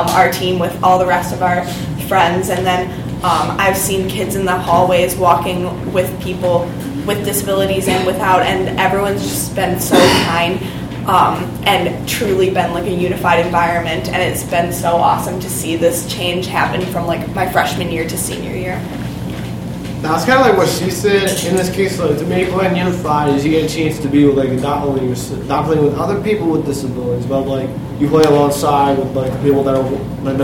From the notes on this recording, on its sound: LIVE panel discussion from Special Olympics North America's Inclusive Youth Leadership Summit in Chicago